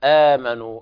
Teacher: أيضا حرف المد فيه مبدل من همزة القطع الساكنة، كما بينا في اللقاء الماضي نقول آمنوا أصلها أأمنوا، أأمنوا ليست يعني خفيفة على اللسان، فأبدلت الهمزة الثانية حرف مد من جنس حركة ما قبلها، فهنا آمنوا الهمزة الثانية كانت ساكنة فأبدلت ألفا من باب التخفيف اللفظ، من باب تخفيف اللفظ. · Term: مد البدل